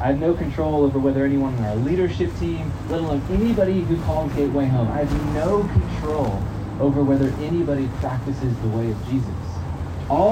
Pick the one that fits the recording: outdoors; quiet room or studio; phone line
outdoors